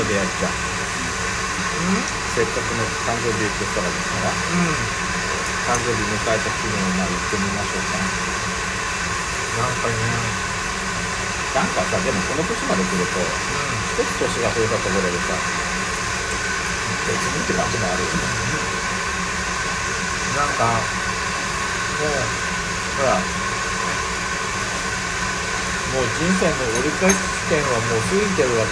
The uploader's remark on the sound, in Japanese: 換気扇の雑音がデカいため聴き取りづらいと思います。多分思ってるより轟音です。雑音ノイズ注意。